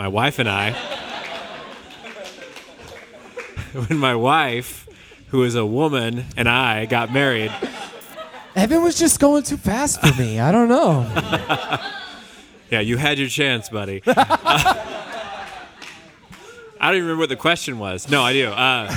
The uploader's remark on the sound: Live at Westside Exchange